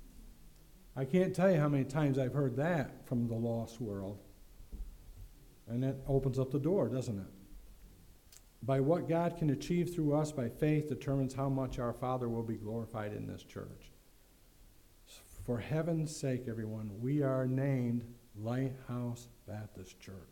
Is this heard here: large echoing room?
yes